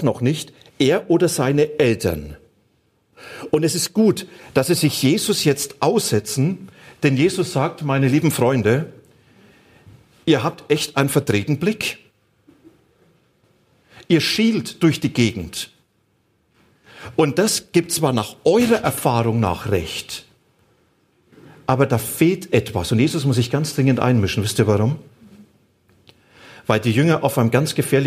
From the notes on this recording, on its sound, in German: Die Aufzeichnung wurde im Rahmen eines Live-Stream Gottesdienst aufgenommen.